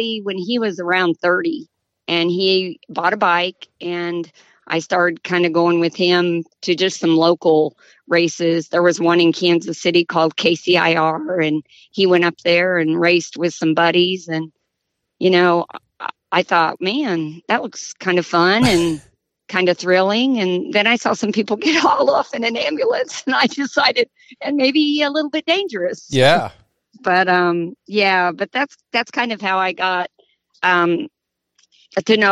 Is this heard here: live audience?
no